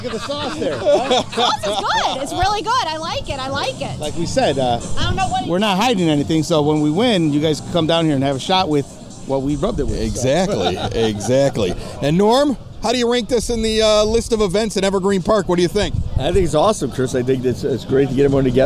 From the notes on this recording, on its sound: This past weekend the Most Holy Redeemer grounds along 95th street were packed for a huge outdoor party. Recorded at the MHR Men's Club BBQ Bash. We chat with rib cooking teams, neighbors, friends and some noteworthy public figures.